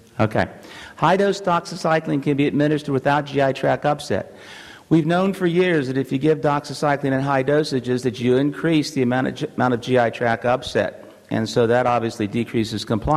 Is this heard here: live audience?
yes